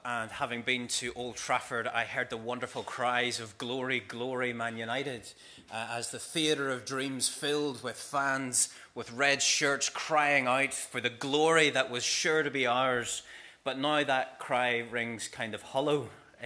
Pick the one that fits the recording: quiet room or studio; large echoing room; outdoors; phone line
large echoing room